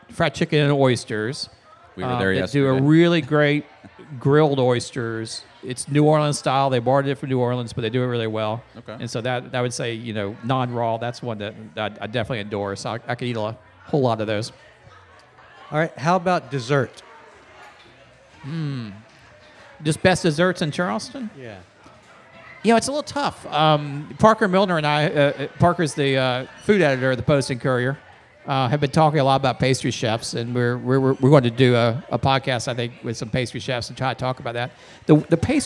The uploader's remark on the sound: We were elated to once again sit down at the Charleston Wine and Food Festival.